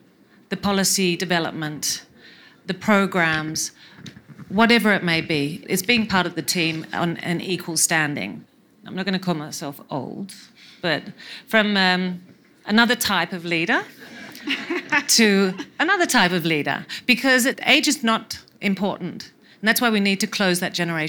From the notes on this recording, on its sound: All interviews were recorded in front of a live audience at the 2019 Nairobi Summit, where more than 10,000 people gathered to demand, and work towards, gender equality. For engineering & recording live in Nairobi, Kenya.